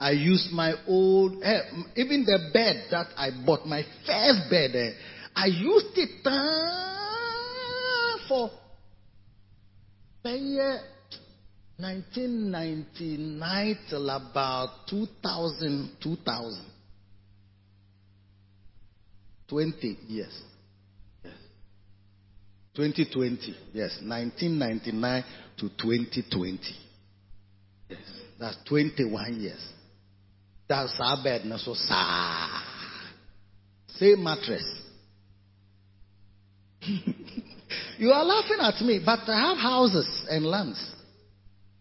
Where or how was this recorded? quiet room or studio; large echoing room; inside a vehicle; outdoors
large echoing room